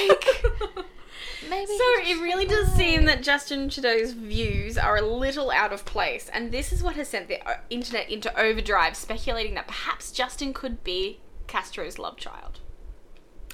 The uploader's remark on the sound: Refreshed and relaxed with brand new equipment!! Yes there is a weird word sound, no we don't know what is causing it.